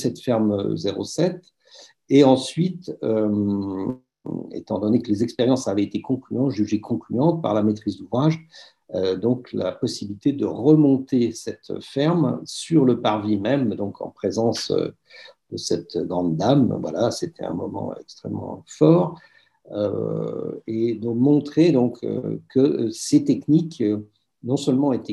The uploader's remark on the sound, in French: Intervention enregistrée sur Zoom. Dans le cadre du séminaire consacré à la restauration de Notre-Dame de Paris.